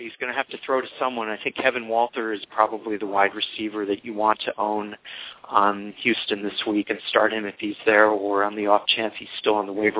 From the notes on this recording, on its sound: fan interaction via phone